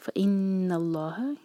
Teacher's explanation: نون پر غنہ اور لام جلالہ کو موٹا پڑھیں گے کیونکہ اللہ تعالیٰ کے نام سے جو پچھلا ورڈ ہے اس کے اینڈ میں فتحہ ہے.